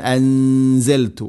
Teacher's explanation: ഇഖ്ഫാ ബിഗുന്ന, നൂനിനെ അവ്യക്തമാക്കി മണിക്കണം